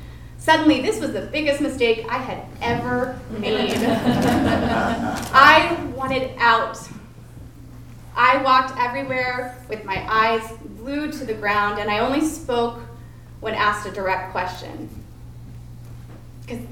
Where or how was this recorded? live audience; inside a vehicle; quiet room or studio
live audience